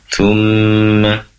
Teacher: di situ ada mim yang bertasydid, tentunya gunnah dibaca gunnah ya, mendengung